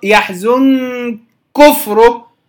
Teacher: النون أصلا مخفاة عند الكاف فصارت كالمثقل، هي ليست مثقلة لكنها صارت كالمثقل، فامتنع إدغام الكاف في يحزنك في الكاف التي تليها لأن الإخفاء أشبه بالإدغام في هذا الباب، فامتنع لأنه كالمثقل، فصار العمل كثيرا.